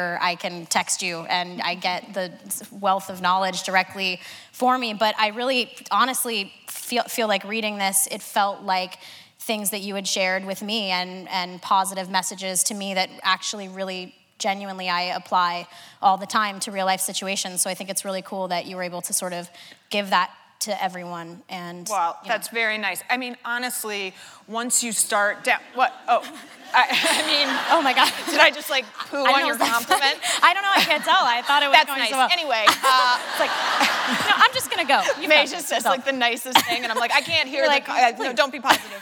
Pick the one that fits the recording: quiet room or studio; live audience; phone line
live audience